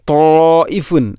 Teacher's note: ഇനി ത്വാഇഫുൻ, അവിടെ മദ് മുത്തസിലുണ്ട്, മദ്ദിൻ്റെ അക്ഷരമായ അലിഫിന് ശേഷം ഹംസ അതേ പദത്തിൽ വരുമ്പോൾ നാലോ അഞ്ചോ ഹർക്കത്തിന് തുല്യമായിട്ട് നീട്ടൽ നിർബന്ധമാണ്